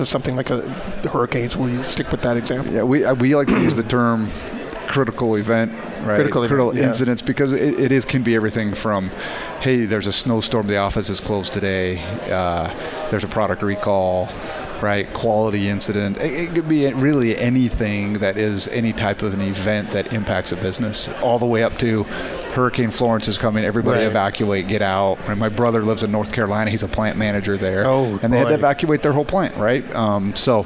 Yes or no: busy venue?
yes